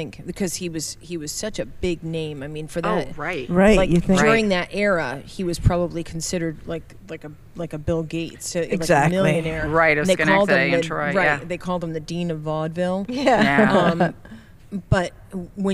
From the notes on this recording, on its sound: Back on location, this time from Proctor's Theater in Schenectady.